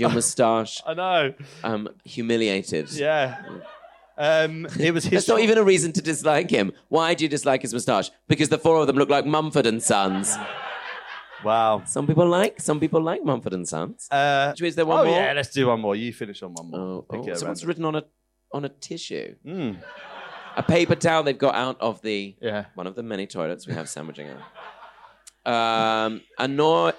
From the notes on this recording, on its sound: Recorded live in front of an audience at 2Northdown in London!